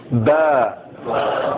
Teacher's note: یہ مخرج ہے ہونٹوں کی تری والا حصہ، باہر والا نہیں تری والا